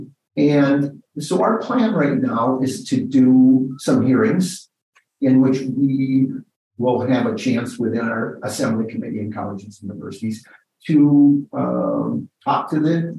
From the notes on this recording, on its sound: In a Zoom interview.